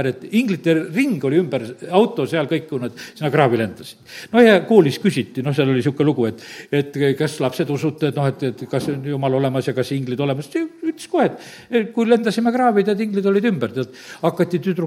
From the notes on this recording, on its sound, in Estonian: Audio salvestus koosolekult